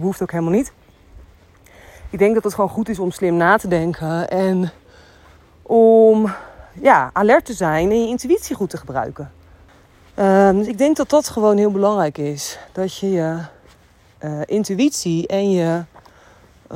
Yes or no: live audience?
no